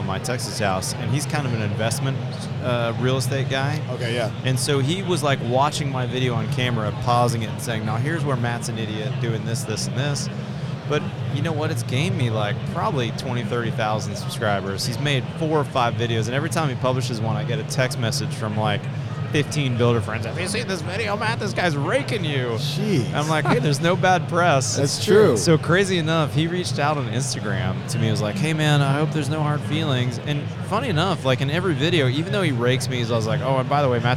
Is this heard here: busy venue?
yes